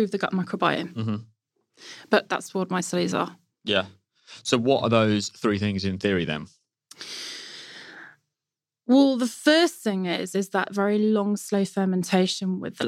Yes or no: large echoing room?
no